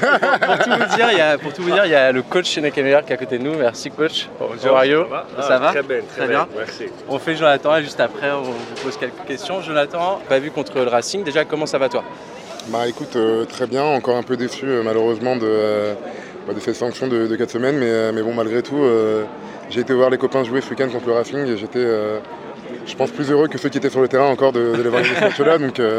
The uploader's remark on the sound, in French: En direct de la Pink'Ride ! Là-bas on a rencontré les joueurs, on leur a posé quelques questions et on a enregistré leurs réponses !